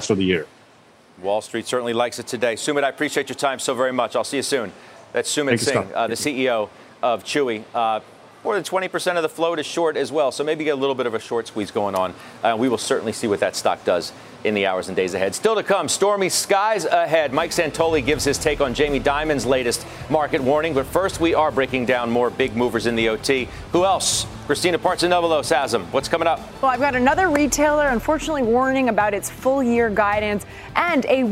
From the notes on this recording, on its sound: A fast-paced look at the after-hours moves and late-breaking news live from the New York Stock Exchange.